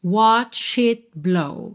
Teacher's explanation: Percebe que você não ouve o T de it, tá? Porque consoantes oclusivas, que aí estão pintadinhas de vermelho, podem aparecer mais, menos ou nada, certo?